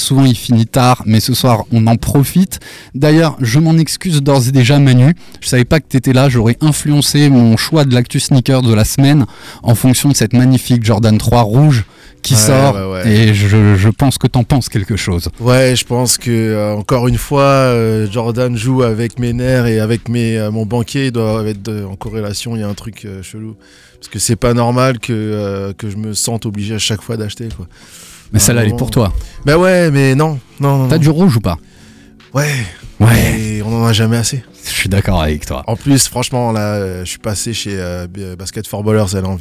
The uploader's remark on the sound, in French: sera avec nous par téléphone